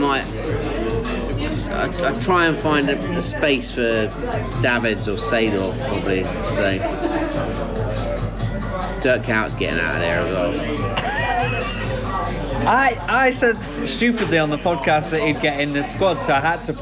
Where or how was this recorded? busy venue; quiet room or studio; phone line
busy venue